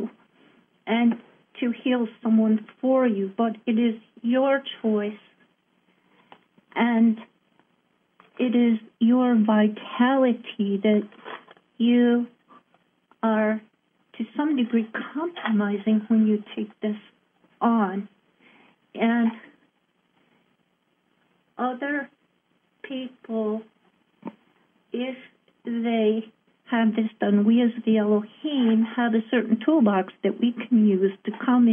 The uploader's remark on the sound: Conference Call LIVE, January 3, 2022